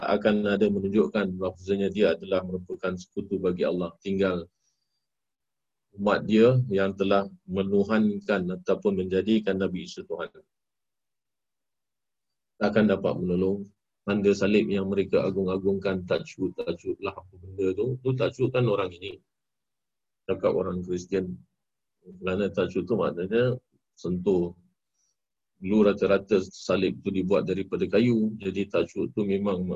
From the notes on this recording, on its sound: Zoom Host